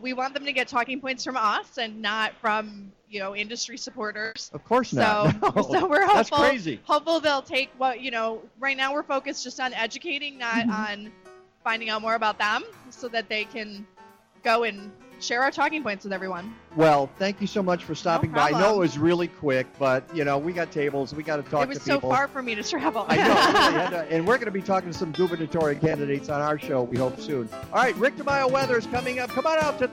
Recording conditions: busy venue